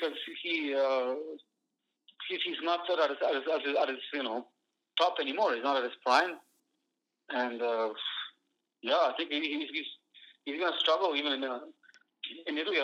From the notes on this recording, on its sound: Over the phone this week while practicing social distancing and self-isolation due to coronavirus.